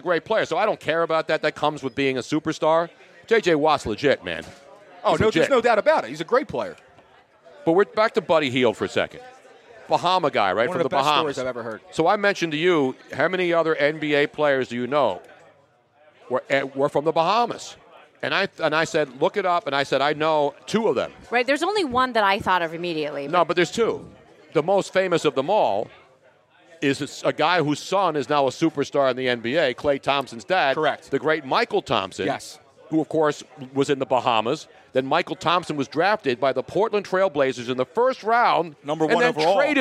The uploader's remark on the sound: live from Nick's Place in Houston!